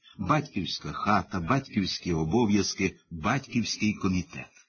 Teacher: має лише один наголос на першому складі